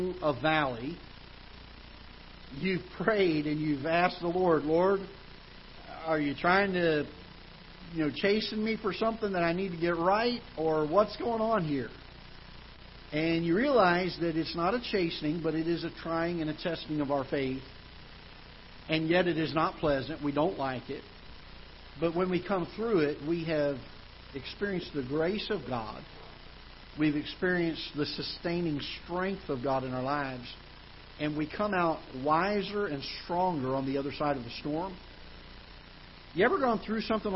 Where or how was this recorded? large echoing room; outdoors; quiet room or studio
large echoing room